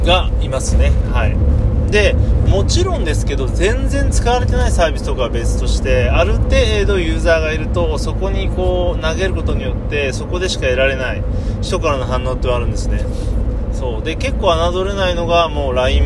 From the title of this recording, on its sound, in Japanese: iPadで直録音が良い感じ